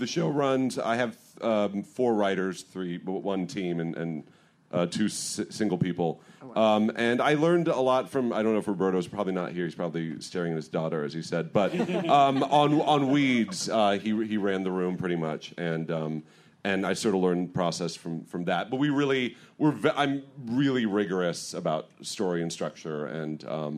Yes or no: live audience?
yes